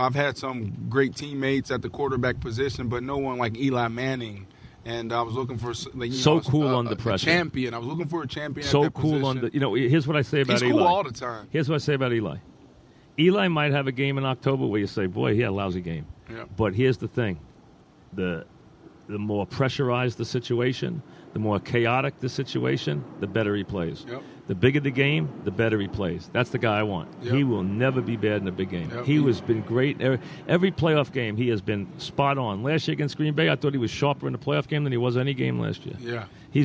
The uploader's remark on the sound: live from Giants camp